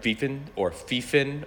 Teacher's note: P, F, and V make the same sound in Bahasa Sunda